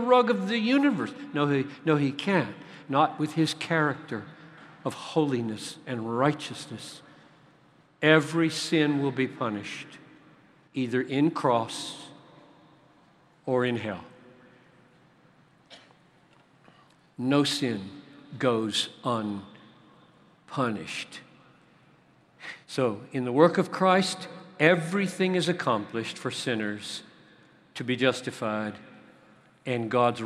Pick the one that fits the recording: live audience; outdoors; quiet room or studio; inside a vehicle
live audience